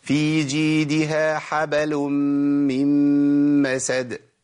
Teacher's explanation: واول خطا هيقابلنا من الاخطاء الشائعه هو تحريك الباء وهي ساكنه